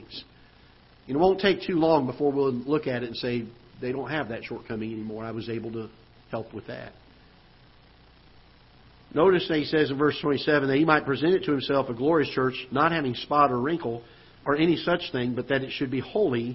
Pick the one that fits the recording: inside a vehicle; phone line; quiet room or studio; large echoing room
large echoing room